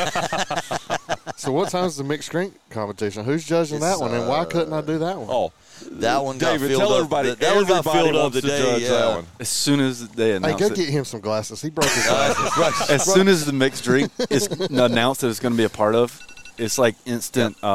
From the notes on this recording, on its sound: live from the fourth annual True Smoke BBQ Smoke-Out